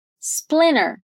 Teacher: É comum também pronunciar essa palavra quase sem esse T, né? Com um T muito, muito suave.